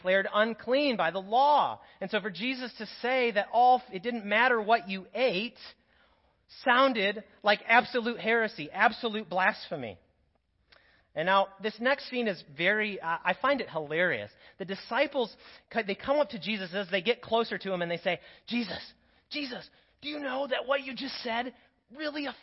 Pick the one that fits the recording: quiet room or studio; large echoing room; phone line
large echoing room